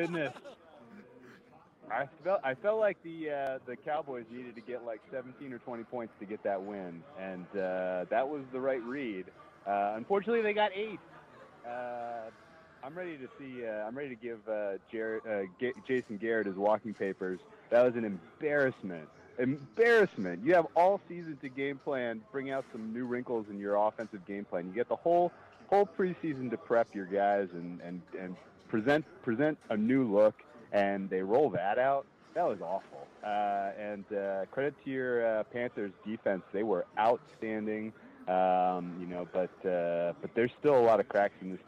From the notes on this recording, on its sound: live from the sportsbook in NJ